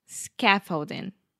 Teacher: Scaffolding. Yes, the stress is on the first syllable, and that first vowel sound is the ah, very open ah